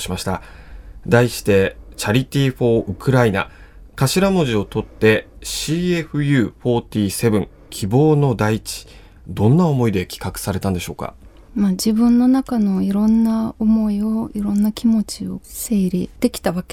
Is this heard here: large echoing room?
no